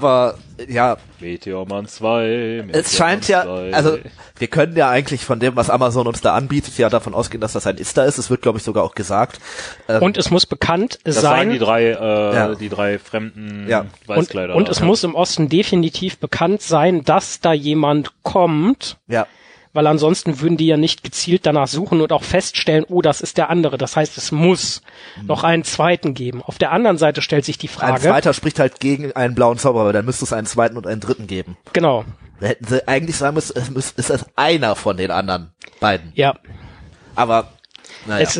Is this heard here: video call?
no